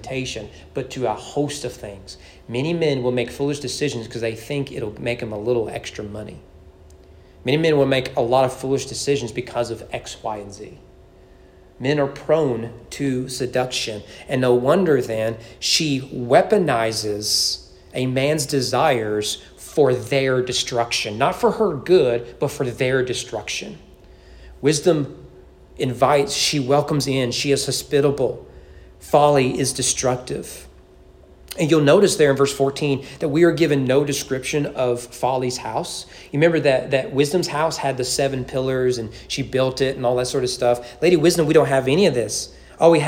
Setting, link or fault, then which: setting, large echoing room